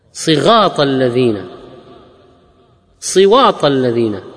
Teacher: هذا الألثغ الذي يبدل الراء بالغين أو الذي يبدل الحرف بالحرف السين بالثاء